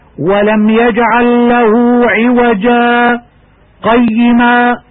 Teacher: سكتة لطيفة بمقدار حركتين من غير تنفس بنية الاستمرار في القراءة